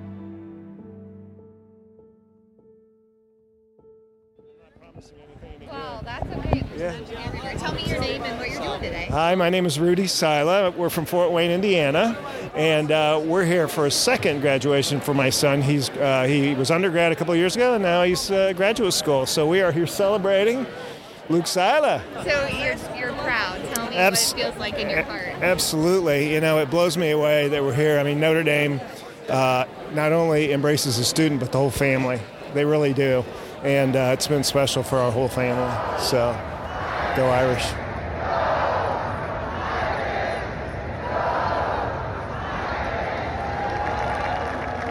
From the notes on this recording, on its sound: We take you behind the scenes to explore the sounds of the 178th Commencement Exercises: from the preparations to the ceremony to the celebration after.